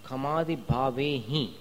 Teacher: अब देखिए खमादि भावे ही, ये इसका जो उच्चारण है हिम नहीं है, ही सिर्फ नाक से थोड़ी ध्वनि निकलेगी, हिम ऐसे होठ मिला करके म नहीं बोलने का · Term: अनुस्वार